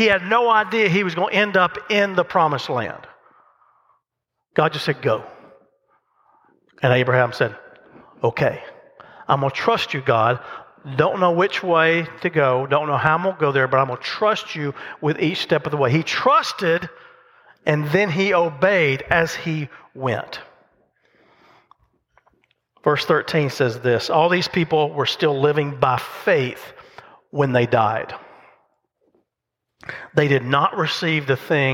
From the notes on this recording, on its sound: The message recorded live at Covenant.